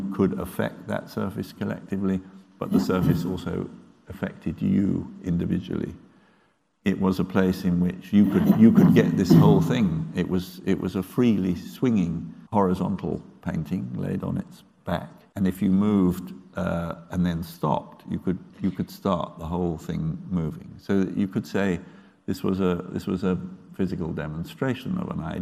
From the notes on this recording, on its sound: Catch up on this event from the Benjamin West Lecture Theatre.